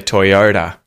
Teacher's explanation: we're emphasizing the Y, Toyota, or that syllable, yo, instead of ta